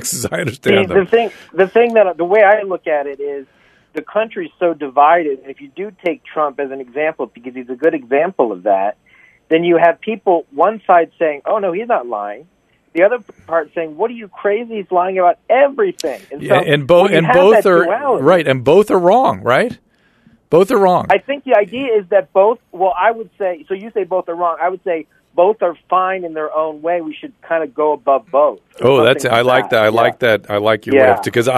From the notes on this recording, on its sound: Listener Calls. Listener phone calls.